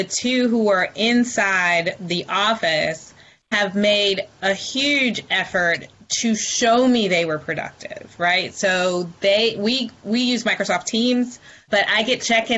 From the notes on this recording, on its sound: This week we’re sharing a Virtual Town Hall we hosted Live on Facebook in the Maximum Lawyer group.